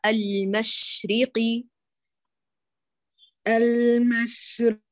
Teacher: انتبهي على الشين، هاتي التفشي والرخاوة